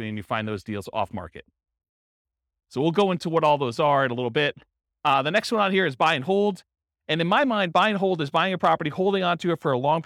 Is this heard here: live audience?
yes